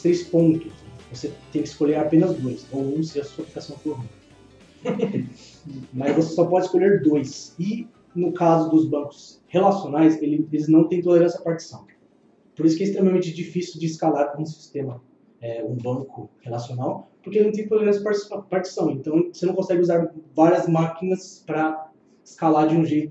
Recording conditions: poor microphone